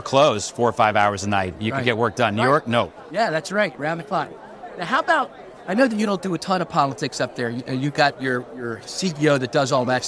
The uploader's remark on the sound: live from the APTATRANSform show in the Vontas booth